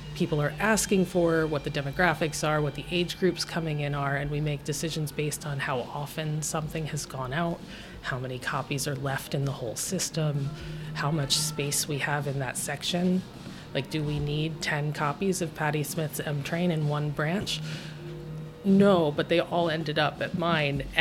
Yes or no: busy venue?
yes